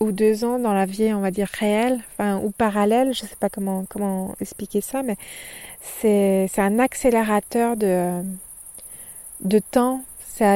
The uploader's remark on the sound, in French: Au moment de cet enregistrement, il fait nuit noire au pied du château d'Estaing. Pour brancher mon micro.